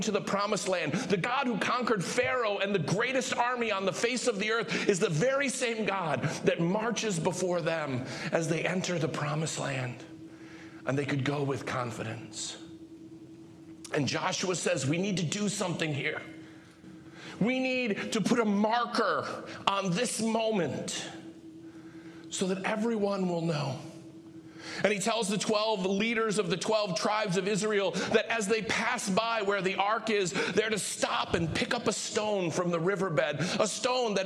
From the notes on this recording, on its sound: Live from our Celebration Ministry Center